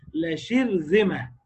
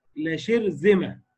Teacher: يحصل انخفاض في طرف اللسان عند مخرج الراء